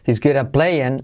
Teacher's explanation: la T de at casi no se pronuncia